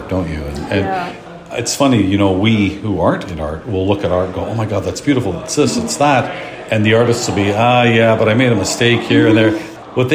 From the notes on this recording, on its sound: Live from the European Pinball Championships